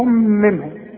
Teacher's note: نون ساكنه بعدها ه اظهار على طول